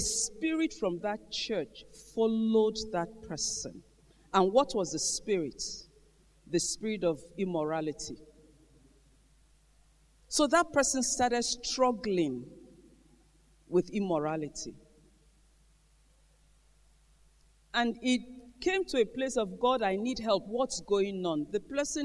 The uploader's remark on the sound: Gathering of Eagles Conference Day 2 Morning Session